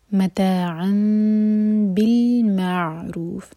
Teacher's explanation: جب عین ساکن کو ٹچ کریں تو وہاں پر جھٹکا نہیں آنا چاہیے. معروف، رکیں تو رو چار حرکہ لمبا، کیونکہ ہم نے فا کو ساکن کیا ہے تو یہ ہوگا مد عارض للسکون، ورنہ اگر کنٹینیو کریں گے تو رو دو حرکہ ہوگا.